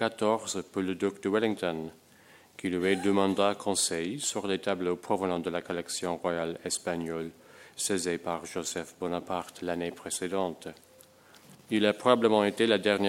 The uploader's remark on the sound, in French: enregistrée le 24 novembre 2010, dans le cadre du colloque " Conserver, restaurer demain.